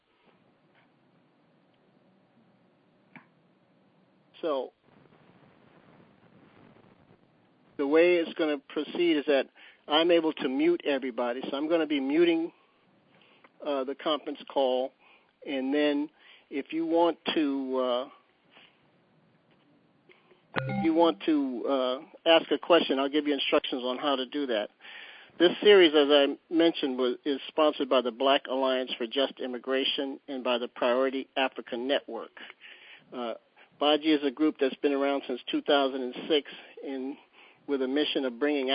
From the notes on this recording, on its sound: On Thursday February 24th we held our 2nd national teleconference. On this call we listened to a pre-recorded interview.